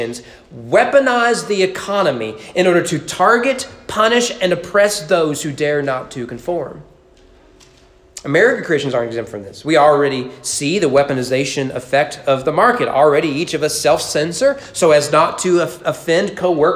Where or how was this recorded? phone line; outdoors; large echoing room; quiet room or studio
large echoing room